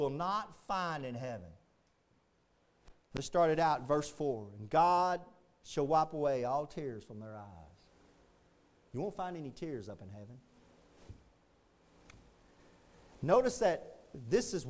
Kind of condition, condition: setting, large echoing room